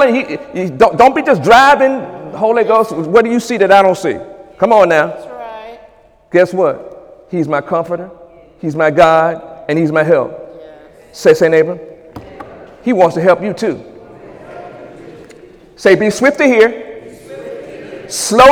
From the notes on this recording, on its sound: During Sunday morning service on January 28, 2018